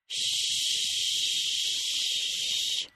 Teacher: The SH sound is farther back and uses the back of the tooth ridge and just the tip of the tongue. · IPA: /ʃ/